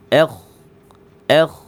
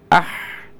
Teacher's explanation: Kalau ha kan lidahnya tidak terangkat. Lidahnya turun ya istifal. · Shown in: second take · Ah. Nah, bagian ini jangan diangkat.